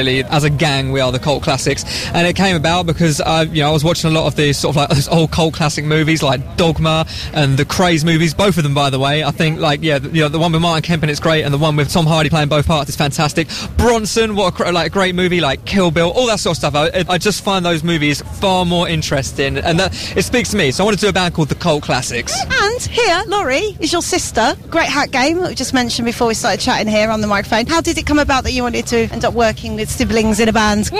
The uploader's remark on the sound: From Download Festival 2017. Backstage at Download Festival 9 Jun 2017 – 11 Jun 2017.